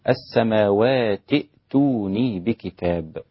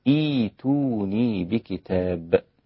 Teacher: كلمة إيتوني تكررت في أكثر من موضع في القرآن الكريم، وإذا بدأت بها تقول إيتوني بكتاب، وإذا وصلت تقول السماوات ائتوني بكتاب. واختلاف النطق في الوصل والبدء هنا هو التقاء الساكنين، فيستحيل عند العرب أن يبدأوا بساكن.